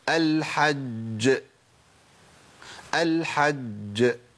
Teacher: المشدد الموقوف عليه ده اعلى مراتب القلقله للجيم